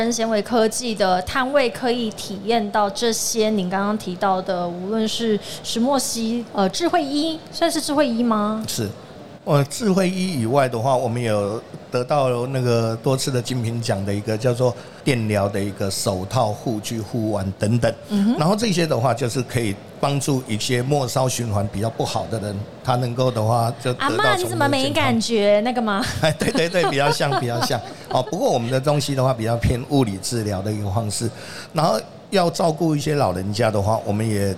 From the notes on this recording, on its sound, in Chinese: 2022 Medical Taiwan台灣國際醫療暨健康照護展 -Live Podcast。